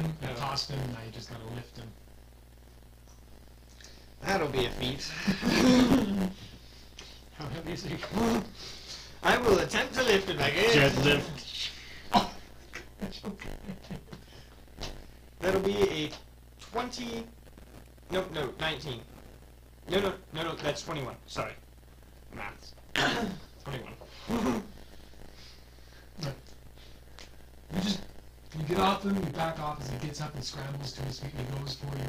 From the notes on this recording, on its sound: sorry for all the static.